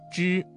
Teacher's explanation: 发音位置舌尖要抵住或接近硬腭后部，要点是发音的时候舌头翘起，舌尖抵住或靠近硬腭的后部，形成一个狭窄的通道，使气流通过时产生摩擦音。那要注意保持气流均匀通过，避免和滋的平舌音产生相近的发音。再来看吃，吃的发音位置是舌尖要抵住或者接近硬腭后部。 · Term: 翘舌音声母, 翘舌音